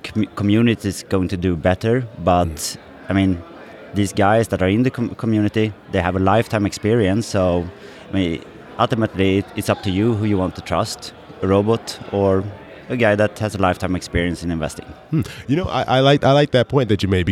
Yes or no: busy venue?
yes